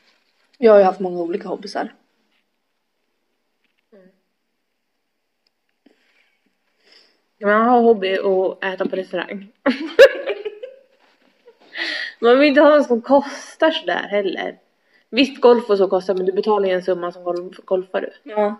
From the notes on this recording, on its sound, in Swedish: Trodde detta avsnitt skulle bli grymt men något hände med ljudet.